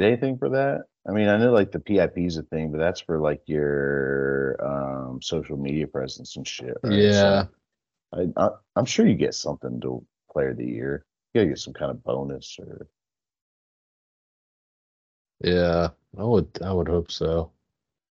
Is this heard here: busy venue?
no